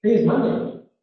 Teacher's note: If you want to be non-bossy, you say, today is Monday. It's almost like it was a question, but you're just raising the pitch.